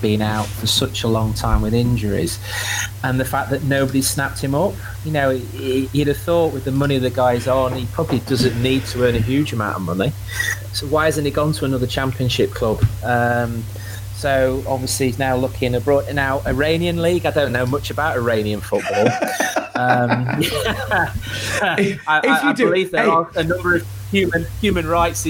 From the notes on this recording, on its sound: Apols for the sound quality on this one – we had technical issues.